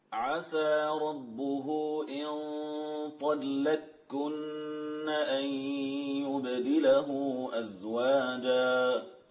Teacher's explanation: فأدغمت القاف في الكاف معتمدة على ثقل النون التي بعدها